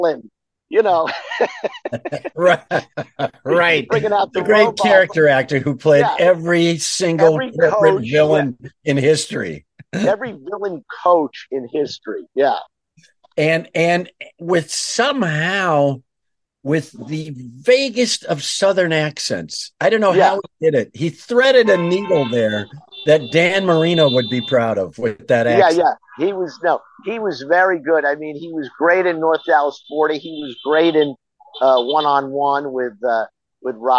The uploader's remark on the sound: live from the WGA picket line in NY/NJ!